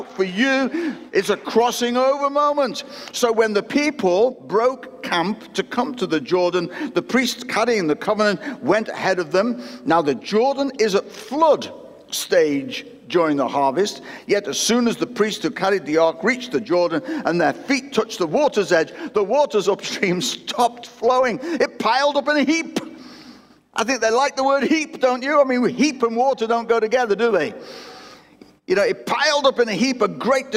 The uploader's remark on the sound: recorded at Destiny Christian Church, Wakefield, UK WF1 4AF on the 25th July 2021.